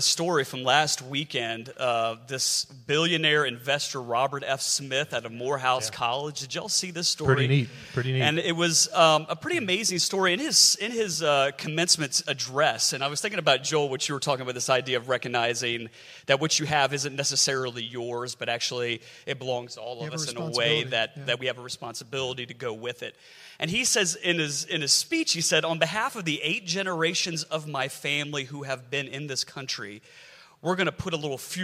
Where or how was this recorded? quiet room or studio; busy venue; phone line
busy venue